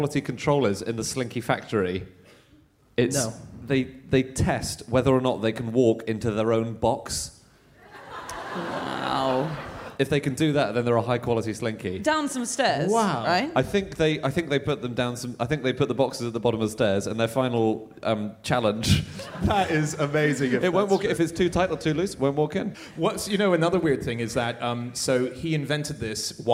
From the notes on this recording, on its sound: Live from Melbourne